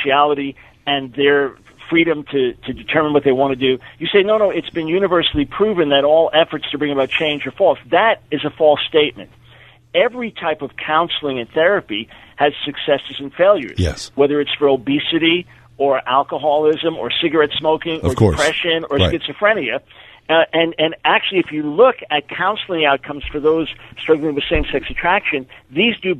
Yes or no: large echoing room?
no